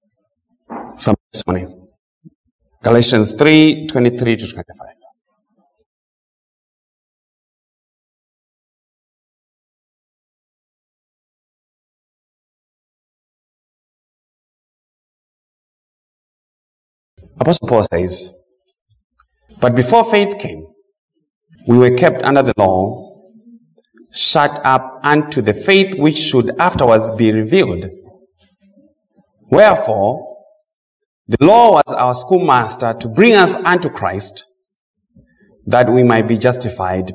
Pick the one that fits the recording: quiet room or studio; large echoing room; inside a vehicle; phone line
large echoing room